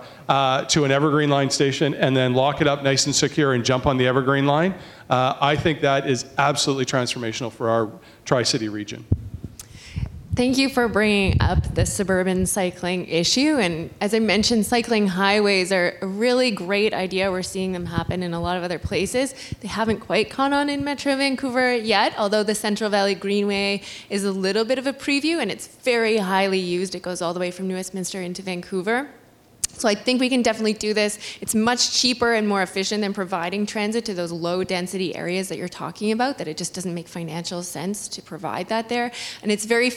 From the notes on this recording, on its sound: The forum included a lively discussion with a panel of prominent Canadians actively involved in transportation issues in the Metro Vancouver area. More than 175 people showed up for the panel discussion and weighed in with a variety of questions, concerns and suggestions.